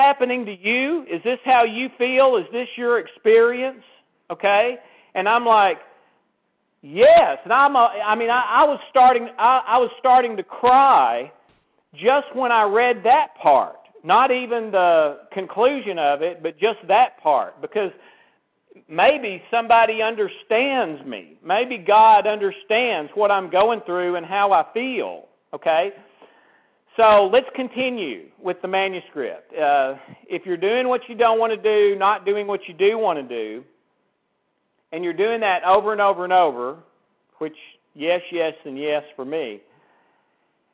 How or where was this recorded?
phone line